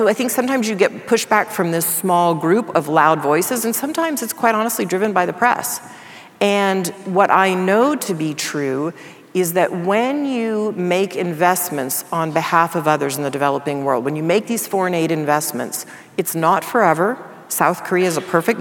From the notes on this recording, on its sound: In front of a live audience in London.